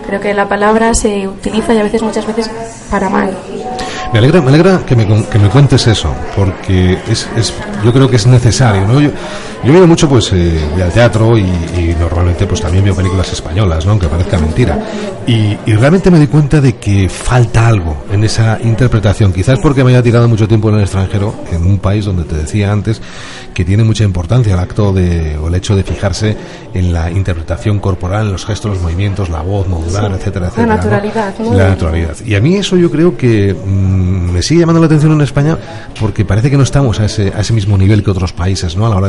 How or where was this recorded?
busy venue